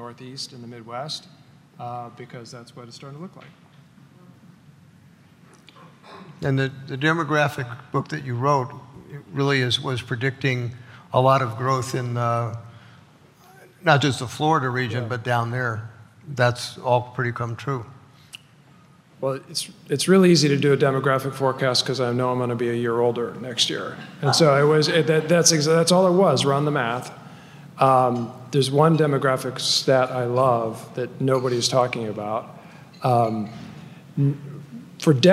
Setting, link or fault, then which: setting, live audience